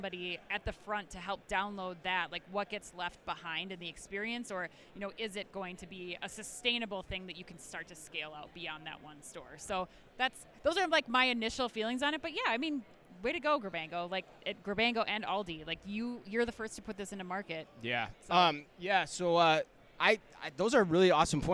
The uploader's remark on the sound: live from Manifest